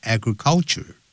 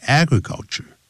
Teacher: 不要念成 agriculture 它重音在第一个音节 · Shown in: second take